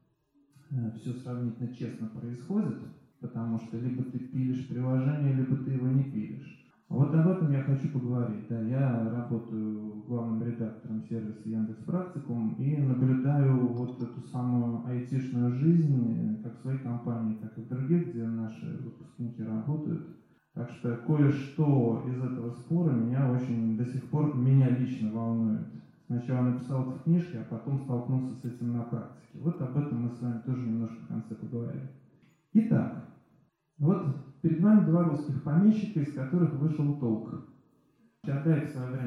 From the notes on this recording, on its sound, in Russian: Лекция в Доме культуры «Ясная Поляна» 14 марта 2020 года